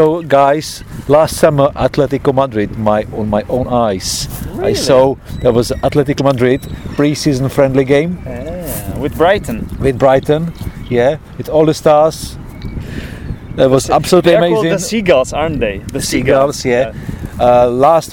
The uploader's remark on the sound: Brighton (England) and the episode was actually recorded on the beach.